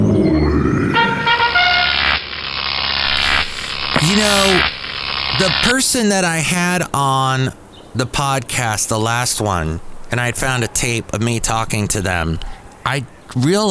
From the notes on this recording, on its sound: podcasts live from Café Anyway